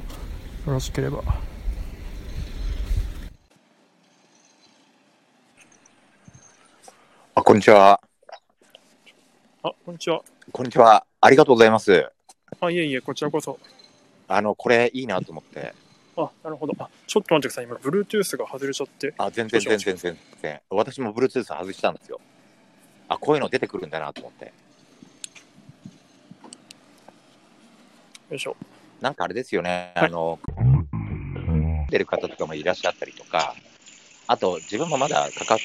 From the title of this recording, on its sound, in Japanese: 歩きながら